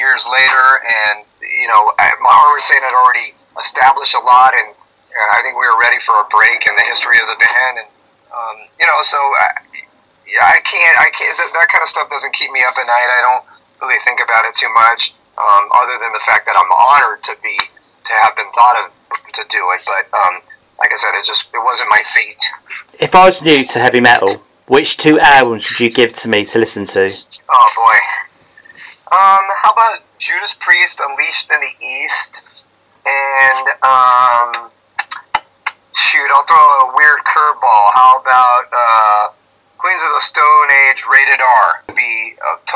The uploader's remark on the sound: Sound Quality isnt Always great